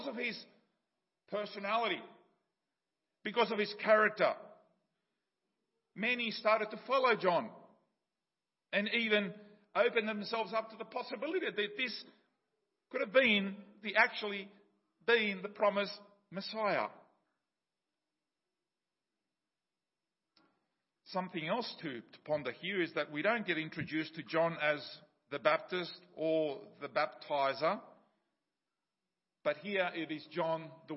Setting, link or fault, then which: setting, large echoing room